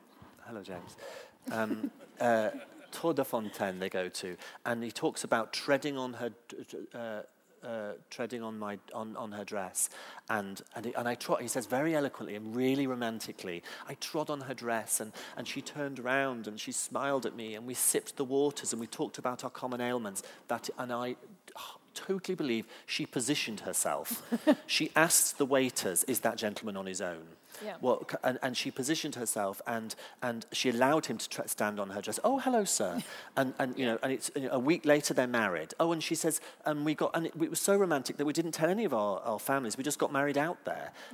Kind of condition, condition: setting, live audience